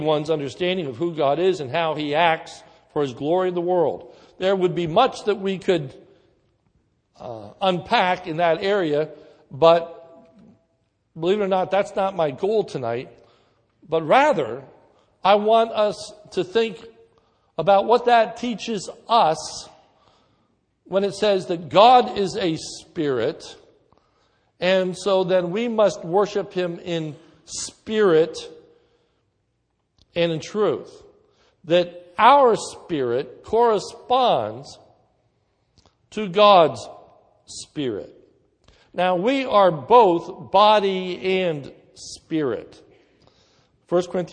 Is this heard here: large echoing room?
yes